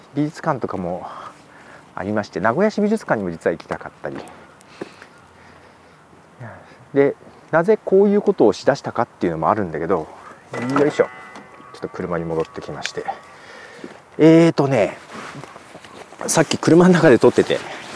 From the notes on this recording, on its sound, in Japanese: 豊田市美術館へ行きました。新しく購入したラベリアマイク（ Comica BoomX-D2 ）のテストも兼ねて、美術館前で写真を撮りながら収録しています。